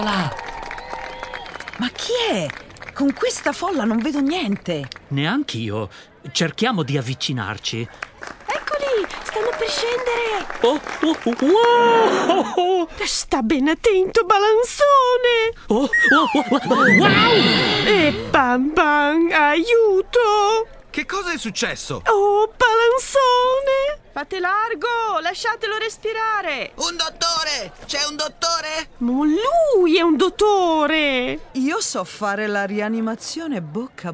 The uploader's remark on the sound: On the red carpet. We're here alongside the renowned red carpet where we will be the eyes and ears of our kind audience for the arrival of every star.